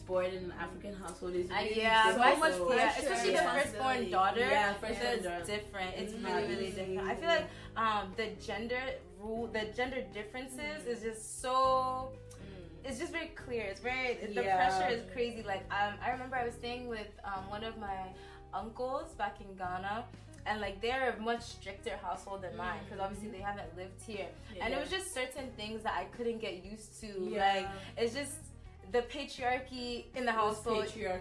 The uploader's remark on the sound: apologies for the mic glitches throughout the episode!